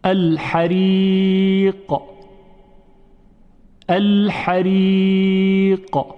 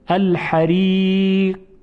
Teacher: در تلفظ قاف یک حالت قلقله و جنبشی بود · Shown in: first take · حریق، یعنی یک پرشی داشت این حرف.